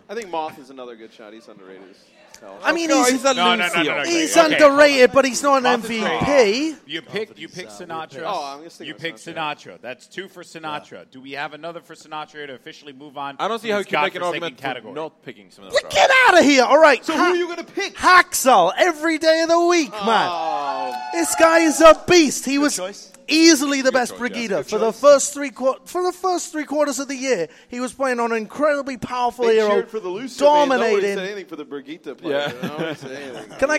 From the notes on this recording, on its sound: LIVE recording from Philadelphia.